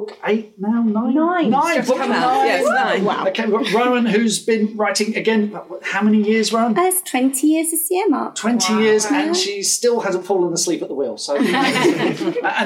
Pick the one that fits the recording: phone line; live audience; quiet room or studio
live audience